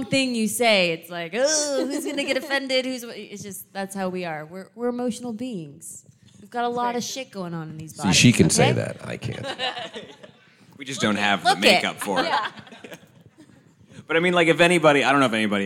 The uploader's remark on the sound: Are coming at you live from Panic Fest 2023 for the World Premiere of Bury The Bride. On stage. This is a full-spoiler interview in front of a raucous crowd that just watched the movie.